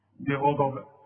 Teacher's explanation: البه اظهرها انها مكسورة والغين مفخمة مدام مفتوحة والضاد طبيعي مفخمة